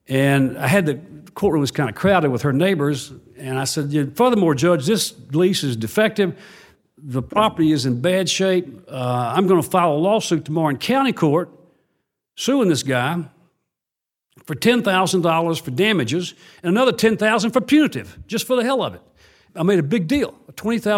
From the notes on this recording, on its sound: recorded at a recent LSC forum on access to justice